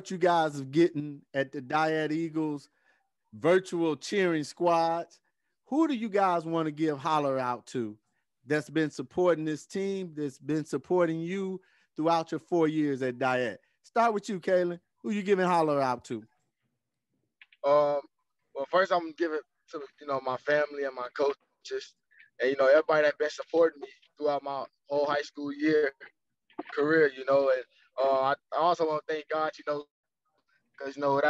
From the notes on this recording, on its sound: Our Version Of A Virtual Press Conference With Post-Game Interviews With Coaches And Players From Games Played This Week From Around The "Chicago Public League".